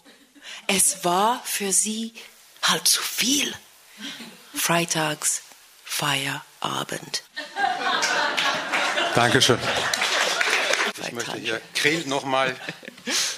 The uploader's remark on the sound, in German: Die Aufnahmen der Lesung von Interkulturellen Literaturfestival InSchrift in Freiburg. Die Aufnahmen der Lesung von Interkulturellen Literaturfestival InSchrift in Freiburg.